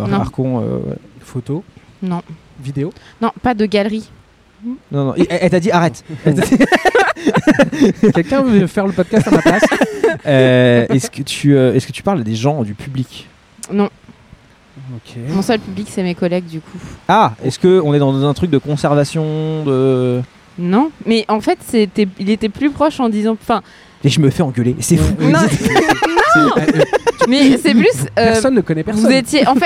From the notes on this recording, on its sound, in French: Le podcast sauvage est un enregistrement dans un lieu public sans demander d'autorisation. Le principe est simple : inviter des passants, des inconnus à participer avec nous.